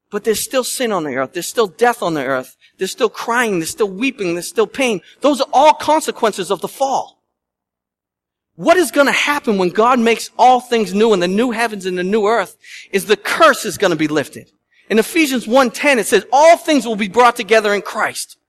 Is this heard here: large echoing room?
yes